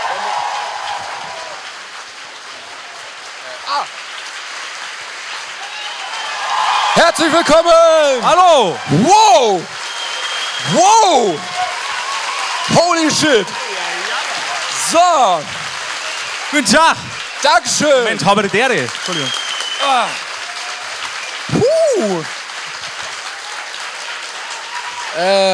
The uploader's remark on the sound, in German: live aus dem Schlachthof in München